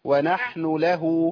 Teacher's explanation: خدي بالك ما فيش بعد نحن يعني النون بتاعت نحن ما فيش بعدها واو. ونحن لا ونحن له على طول.